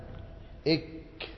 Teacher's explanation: فالصوت يتوقف إيه إيه إج إد إق إط إب والكاف إك. ها الصوت يتوقف مع جريان النفس لأنه حرف مهموس. إت إت يجري النفس لكن الصوت فيه توقف.